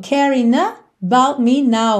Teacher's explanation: essa preposição about ficou mesmo cortada no meio